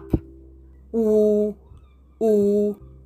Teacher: La U en español se pronuncia U, como en tú, como en who en inglés americano, with a small mouth and the tongue at the back and up · Term: La vocal U